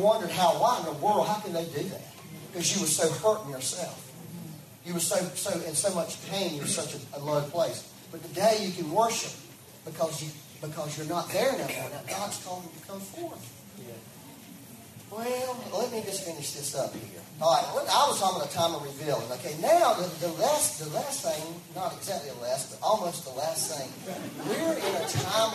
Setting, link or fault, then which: fault, poor sound quality